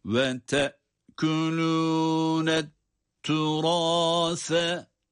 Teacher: Et-turâs kelimesinde sa harfi peltek okunmakta.